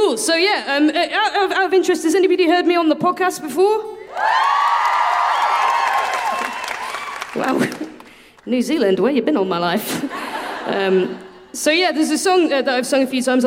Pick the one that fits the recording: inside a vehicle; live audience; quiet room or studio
live audience